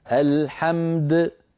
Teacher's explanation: تعطي الميم حقها من البينية والدال حقها من القلقلة